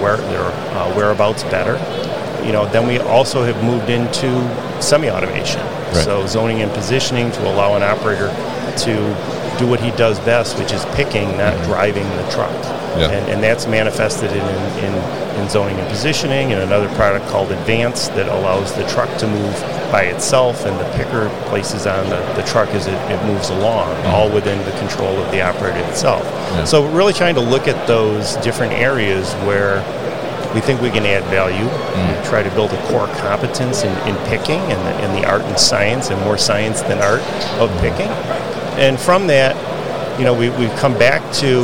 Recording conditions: busy venue